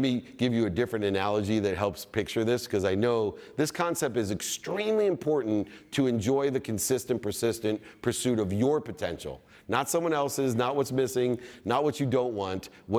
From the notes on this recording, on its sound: In his keynote at the VeeCon Visa Creator Stage